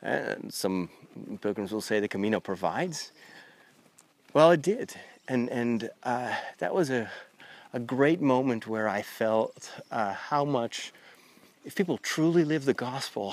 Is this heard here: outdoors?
yes